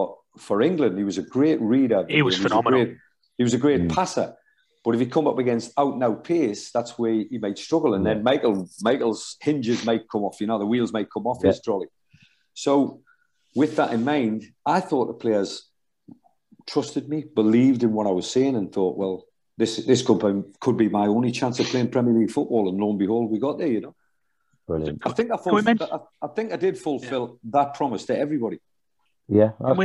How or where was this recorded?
video call